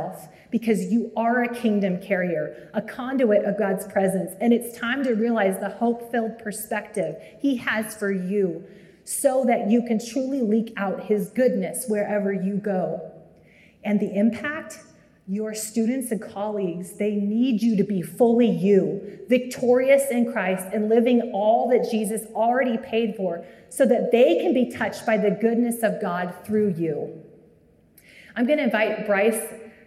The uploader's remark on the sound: Live from the annual Wichita Teacher's Prayer Breakfast (Jan 21, 2023)